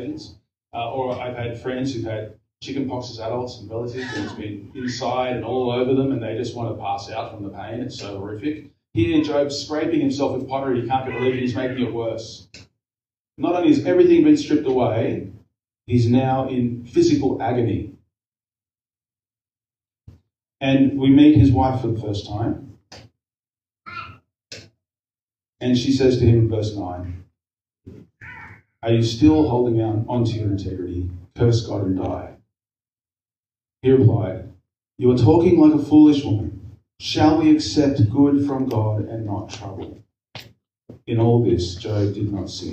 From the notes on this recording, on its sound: We apologize for the lower audio quality again this week. We have had a slight technical issue which should be sorted for next week.